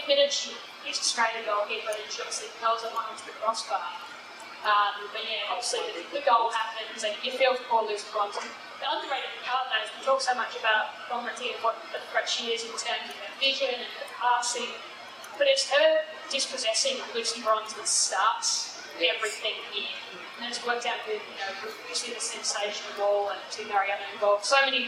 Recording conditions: poor sound quality